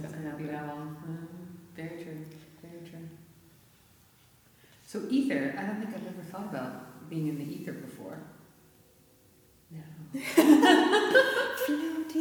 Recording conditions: live audience